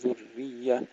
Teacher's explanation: ذرية ننتبه إلى تحقيق ضم الذال ثم تشديد الراء مع ترقيقها. ذرية ضعفاء كما ترقيق الهمزة.